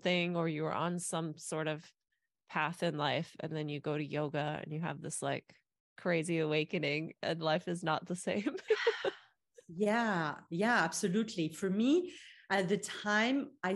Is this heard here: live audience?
no